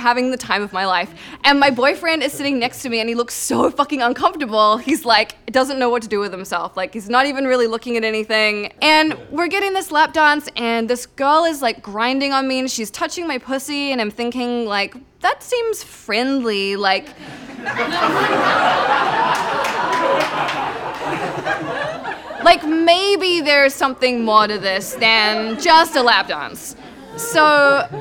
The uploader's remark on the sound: All stories were recorded at the touchpoint town hall in NYC on March 3, 2018 at The Assemblage Nomad.